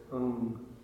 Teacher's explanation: And that's not, it's confusing because that's not actually the English sound M. It's actually a nasalization of the previous sound.